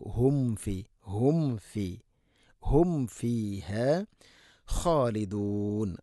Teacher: സാക്കിന മീമിന് ശേഷം ഫ വരുമ്പോൾ രണ്ട് ചുണ്ട് തമ്മിൽ തട്ടൂല.